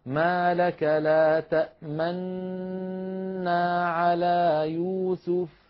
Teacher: يسكن ولكن بعد أن يسكن مباشرة يضم شفتيه من غير أن يظهر أثر لذلك في السمع. الناظر فقط إلى فم القارئ يرى شكلا هو شكل الضمة ولا يظهر لذلك أثر في السمع. · Term: الإشمام